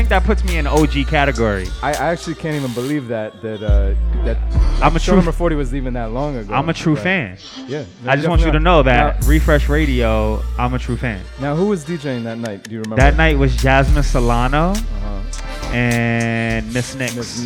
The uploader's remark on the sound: Originally broadcast live on March 21, 2019 from the storefront of Kinfolk 90 in Williamsburg, Brooklyn, New York City. Broadcast live on WAXX.fm.